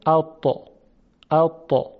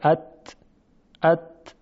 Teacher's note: سر زبان یا طرف اللسان برخورد میکند به اصول صنایای بالا. حرف تا، دال و تا تلفظ میشه.